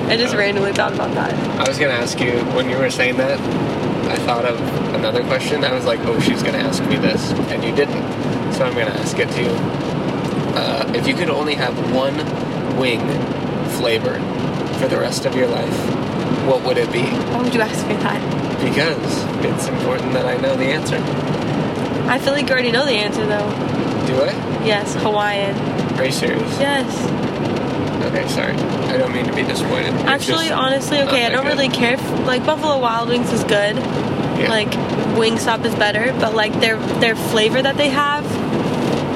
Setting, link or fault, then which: fault, background noise